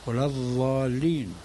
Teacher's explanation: الأتراك مثلا لعجزهم عن النطق بالضاد العربي الفصحى تسمع منهم ضاء خالصة ولا الضالين، مخرجها بين الثنايا بين الأضراس وحافة اللسان.